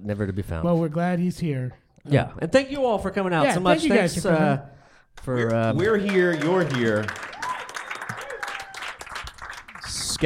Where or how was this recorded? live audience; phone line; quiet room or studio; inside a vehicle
live audience